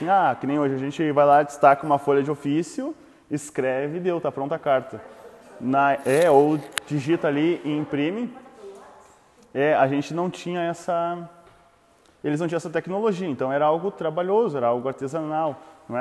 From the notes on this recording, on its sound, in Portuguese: áudio sem edição extraído do Imersão presencial